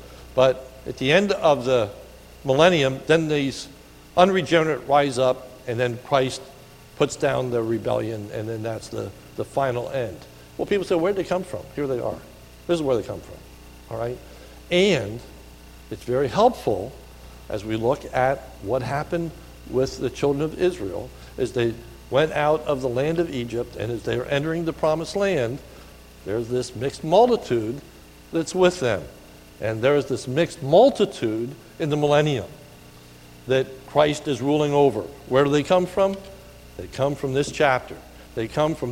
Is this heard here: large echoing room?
yes